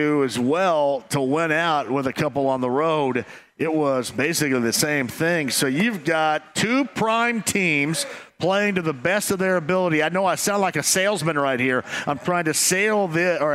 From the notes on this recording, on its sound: Bud Light Blue Friday LIVE From Back 9! LIVE from Back 9 in Indy.